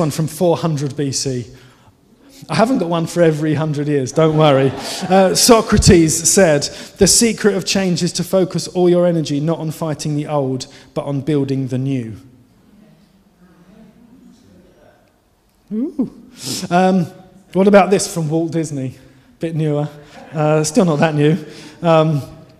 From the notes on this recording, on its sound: Given during the Oasis Church Live Stream.